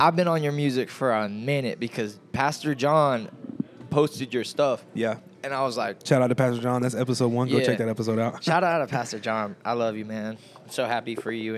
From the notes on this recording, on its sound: We recorded this episode in the middle of a Mcdonalds.